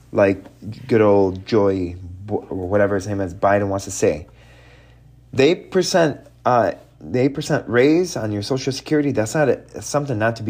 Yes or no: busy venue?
no